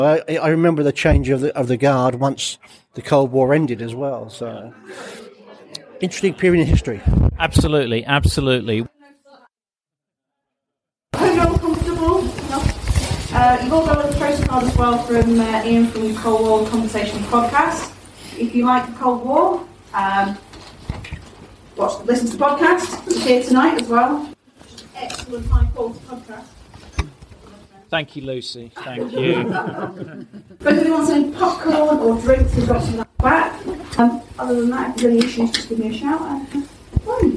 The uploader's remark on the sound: Today is a short bonus episode I recorded at the weekend while at a film showing of Dr Strangelove in a former UK Regional Seat of Government Bunker in Cheshire. Film Screening in a Nuclear Bunker.